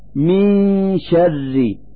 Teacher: نلفظ النون الساكنة من كلمة من مخرج الشين من كلمة شر، فنقول من شر مع إظهار الغنة التي هي الدليل على وجود النون الساكنة.